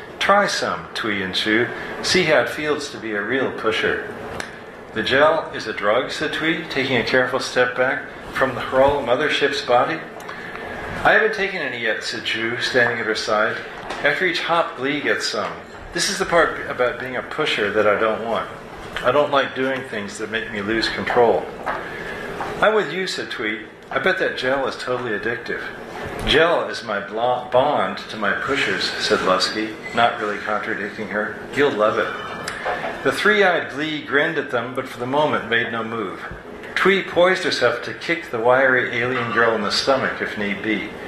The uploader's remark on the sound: At Writers With Drinks, SF. On her live show, Writers With Drinks, at the Make-Out Room bar in San Francisco.